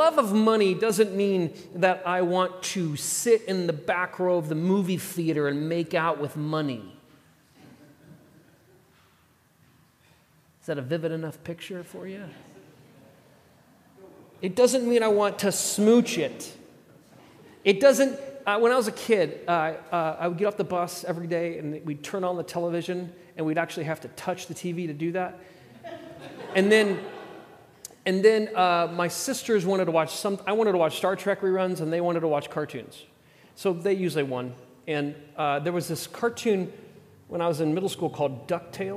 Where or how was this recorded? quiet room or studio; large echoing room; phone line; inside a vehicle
large echoing room